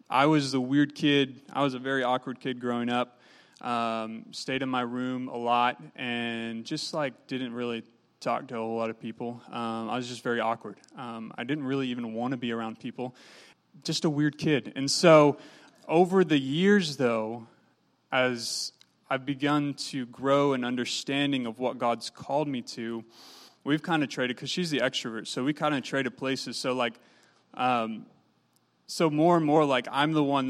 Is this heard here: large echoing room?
yes